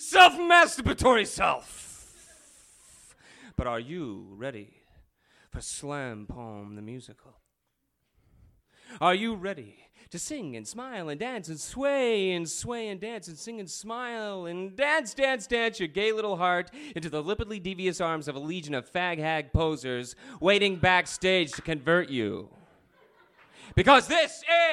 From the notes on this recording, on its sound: Part 1 of the Kzoo Poetry Slam from February 2000 includes the open-mic.